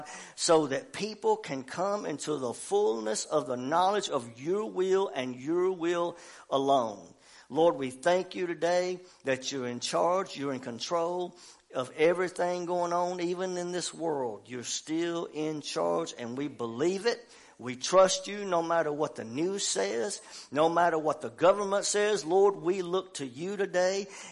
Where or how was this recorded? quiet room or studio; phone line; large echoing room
large echoing room